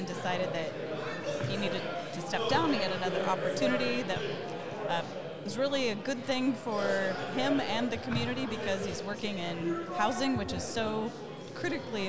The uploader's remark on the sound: Live from Mayors School